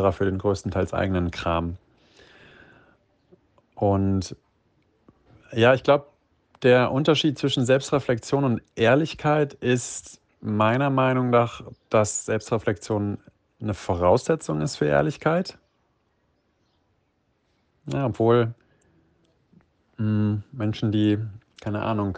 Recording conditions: phone or laptop microphone